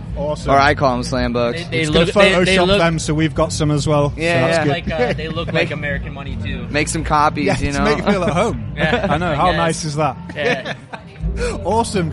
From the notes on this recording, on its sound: We’re kicking off with the first of 4 episodes featuring conversations recorded at Slam Dunk festival 2022! This was the busiest day of recording we’ve ever had but was great to speak to so many people.